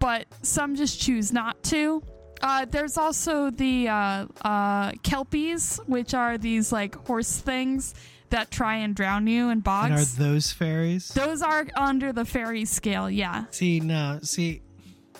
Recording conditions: inside a vehicle